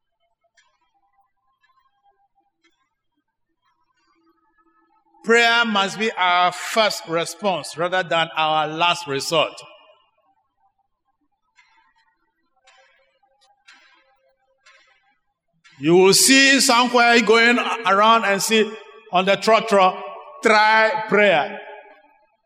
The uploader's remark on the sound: Sermon preached at CBC Shiashi Campus